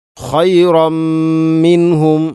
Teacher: അതുപോലെ തന്നെ തൻവീനു ശേഷം മീമ് ഖൈറമ്മി, തൻവീനു ശേഷം മീമ് വന്നാൽ ഇദ്ഗാം കാമിൽ. പൂർണ്ണമായിട്ടും തൻവീനിനെ മീമിലേക്ക് കൂട്ടി ലയിപ്പിച്ചുകൊണ്ട് ഓതണം